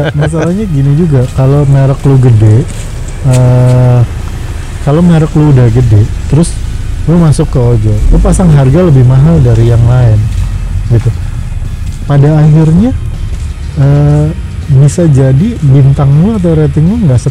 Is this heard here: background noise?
yes